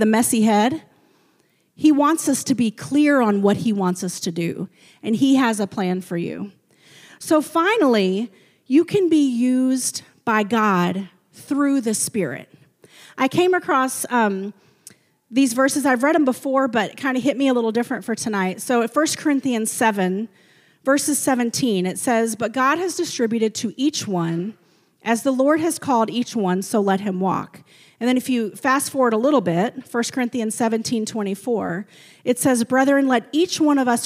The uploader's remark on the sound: a service recording from Connect Point UPC